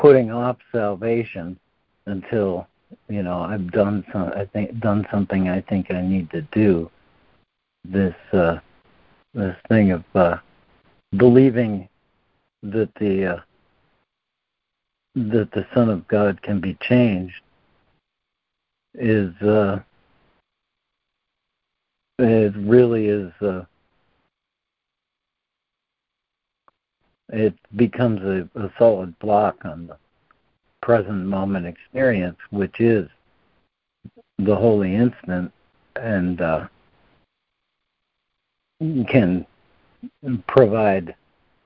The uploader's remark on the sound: ACIM Daily Conference Call